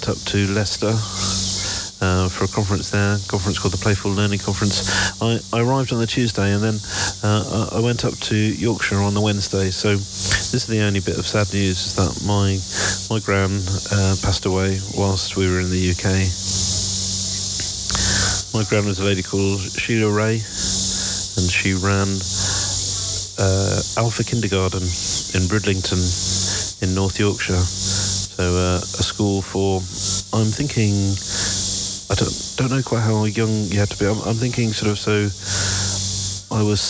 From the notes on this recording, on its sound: Here are a selection of short audio clips, often recorded on the move as I'm traveling, these include letters to home from our new life in Pittsburgh, but also postcards from other places.